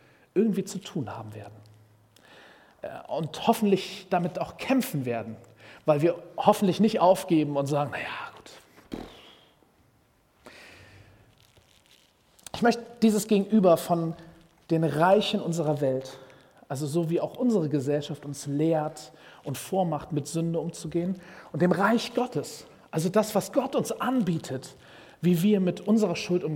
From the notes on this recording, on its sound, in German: Predigt im Rahmen des GreifBar+ Gottesdienstes.